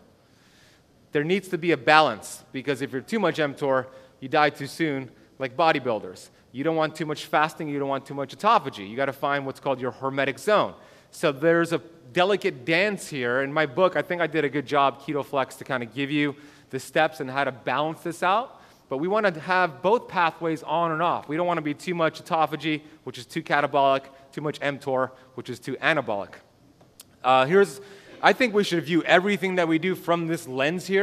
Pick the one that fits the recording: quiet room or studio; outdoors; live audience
live audience